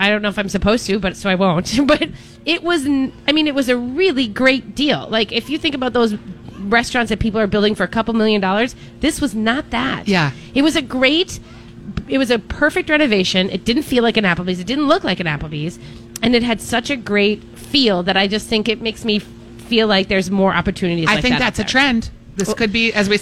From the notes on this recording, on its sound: Live Broadcasting at El Burrito